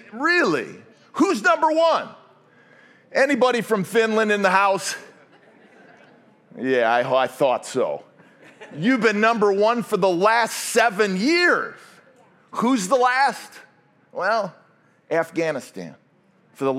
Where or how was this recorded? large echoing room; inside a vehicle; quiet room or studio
large echoing room